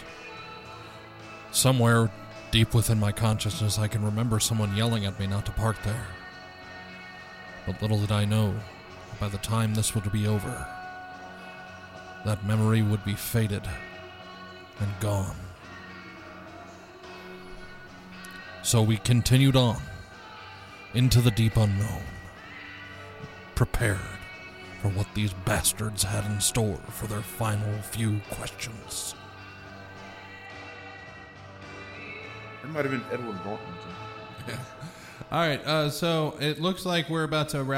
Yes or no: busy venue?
yes